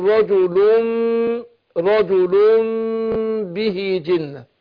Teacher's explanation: بنقلب النون الساكنة ميم وننطق ميم مخفية مع الغنة